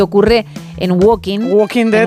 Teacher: Os diría que no pronuncian la L, al igual que ocurre en Walking.